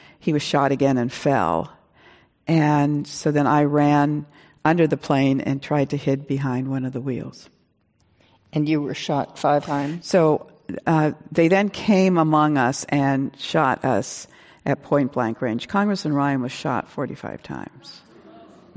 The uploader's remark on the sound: This program was recorded in front of a live audience at The Lucie Stern Theater in Palo Alto, California on March 18th, 2019.